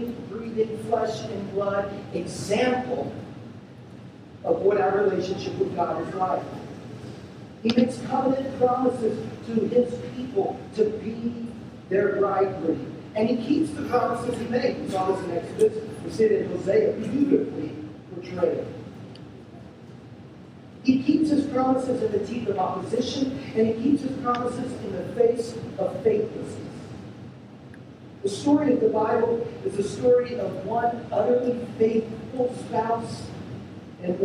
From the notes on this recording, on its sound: We're sorry for the poor sound quality of this recording.